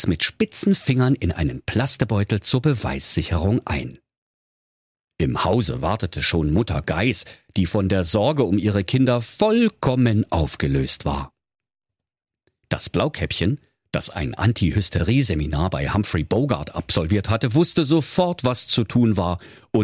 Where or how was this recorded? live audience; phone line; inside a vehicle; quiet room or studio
quiet room or studio